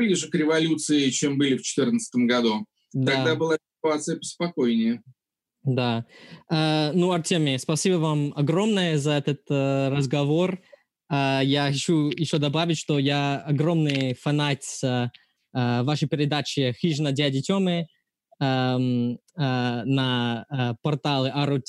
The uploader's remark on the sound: This episode was recorded on April 7th, 2020 via Zoom.